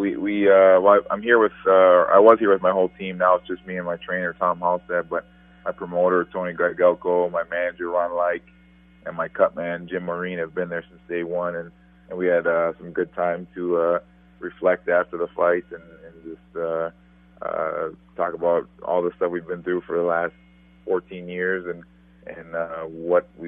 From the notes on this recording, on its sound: Is joined on the phone by new World Boxing Champ. Who is still in London after his victory this past weekend.